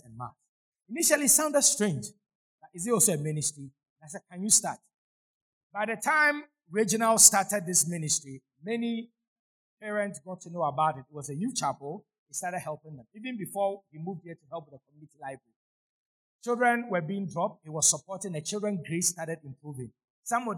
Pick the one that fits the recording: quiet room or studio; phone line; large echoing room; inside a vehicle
large echoing room